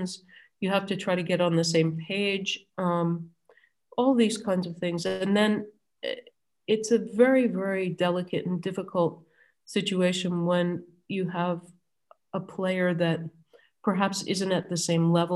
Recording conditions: video call